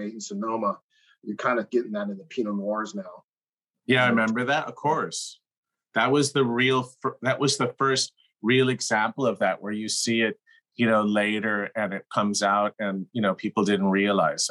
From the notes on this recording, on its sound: Zoom interview.